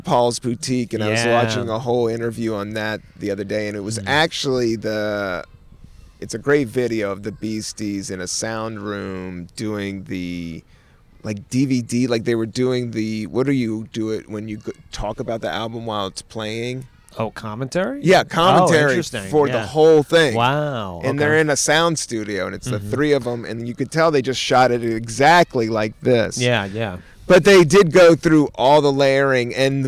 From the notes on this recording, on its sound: outside in Prospect Park in Brooklyn, NY.